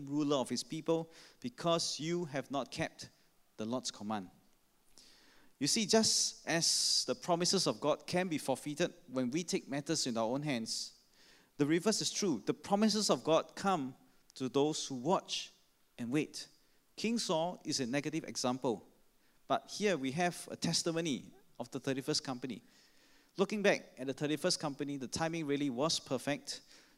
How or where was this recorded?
large echoing room